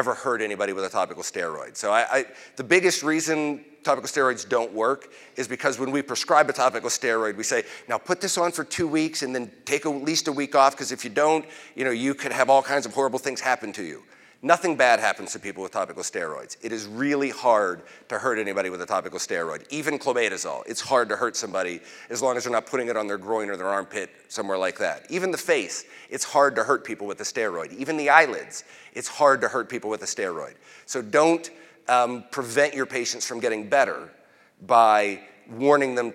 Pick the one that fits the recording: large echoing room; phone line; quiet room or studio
large echoing room